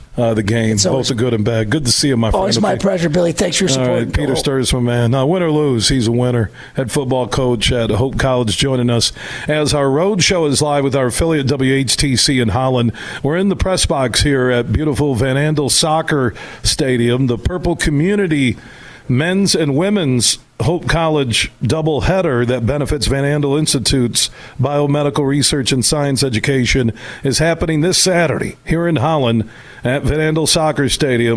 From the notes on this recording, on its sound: Today, we're broadcasting live from the Van Andel Soccer Stadium at Hope College.